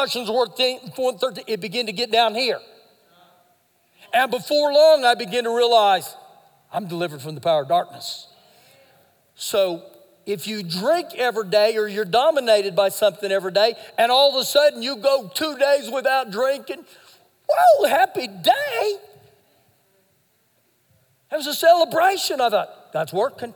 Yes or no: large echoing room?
yes